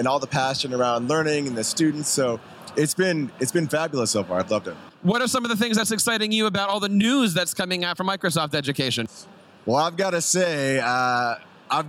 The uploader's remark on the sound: LIVE from ISTE. This year at Microsoft Education booth.